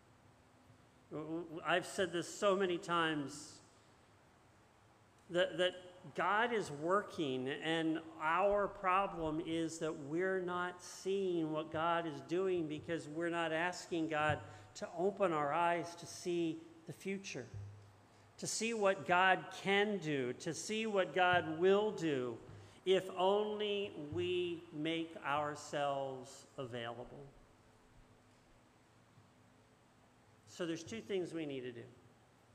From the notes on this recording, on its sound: This message was first preached on 9/4/2022 at Linglestown Life’s Rockville Campus in Harrisburg, PA